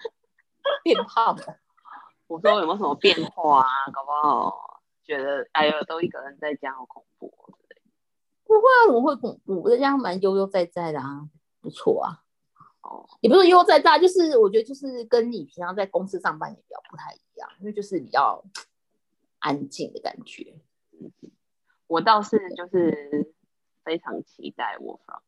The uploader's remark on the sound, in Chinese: 因為我們要厲行居家隔離，所以錄音工作改成遠距錄音。第一次操作還有很大的改進空間。